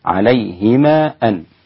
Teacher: نقول دائما قاعدة المد المنفصل عند القراء، أولا إذا كنت تقرأ بقراءة الإمام ابن كثير المكي أو برواية السوسي عن أبي عمرو البصري الثالث أو بقراءة الإمام أبي جعفر الثامن أو بقراءة الإمام يعقوب التاسع، يتعين عليك أن تقصر هذا المد حركتين · Term: مد منفصل